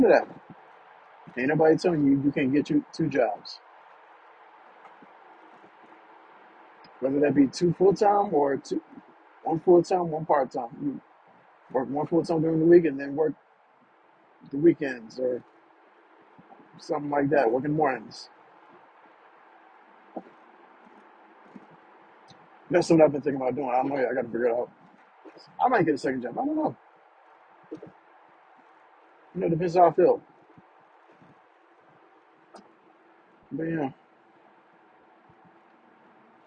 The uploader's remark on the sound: Talks in the car